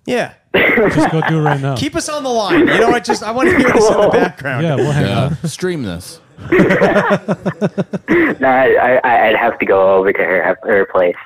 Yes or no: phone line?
yes